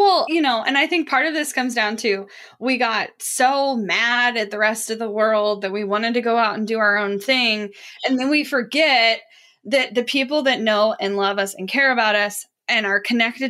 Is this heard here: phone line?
no